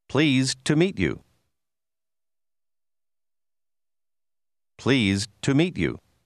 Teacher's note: Faccia attenzione al fatto che la D finale di pleased scompare.